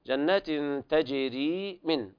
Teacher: مد الياء حركتين، مد طبيعي